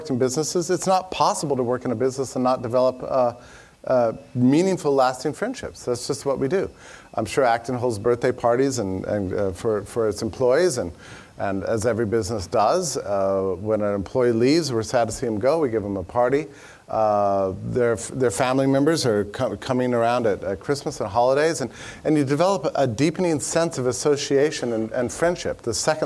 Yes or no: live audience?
yes